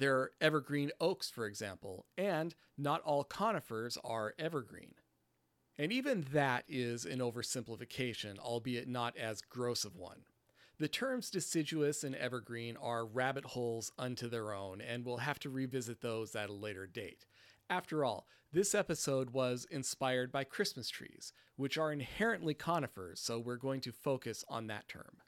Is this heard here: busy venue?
no